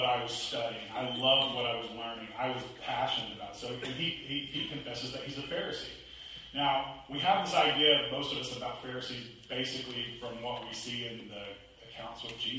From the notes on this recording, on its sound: Apologies for the audio quality.